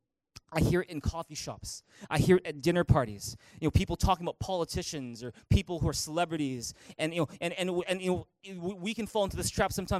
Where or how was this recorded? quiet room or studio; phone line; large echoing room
large echoing room